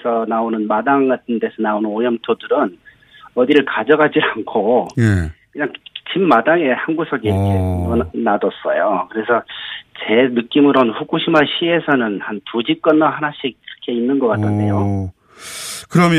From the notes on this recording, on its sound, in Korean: 전화연결